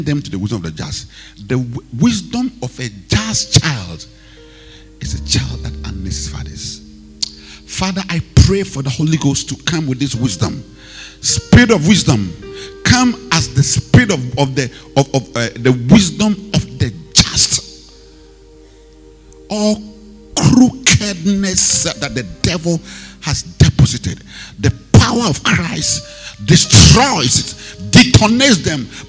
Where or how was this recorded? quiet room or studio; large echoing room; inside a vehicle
large echoing room